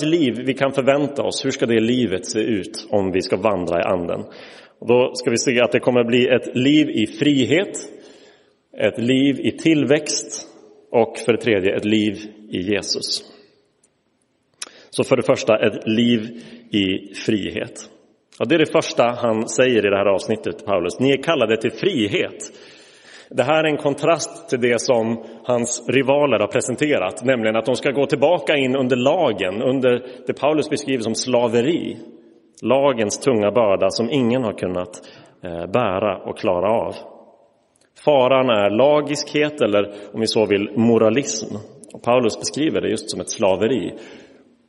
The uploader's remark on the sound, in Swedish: Inspelad i Roseniuskyrkan den 7 maj 2023.